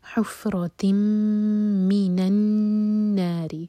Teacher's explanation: نون پر شدہ ہے تو نون پر بھی غنہ کیا جائے گا · حفرة، تا مربوطہ پر جو تنوین ہے اس کے بعد میم، تو ہم آگے تا کو میم سے جوڑیں گے، یہ ادغام غنہ کے ساتھ، اور میم پر تھوڑا ٹائم دیں گے